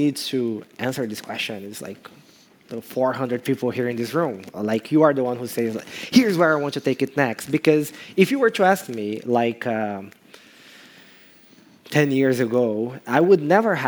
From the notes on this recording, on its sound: Live From CodeBEAM in Berlin! For a live recording of the pod at CodeBeam!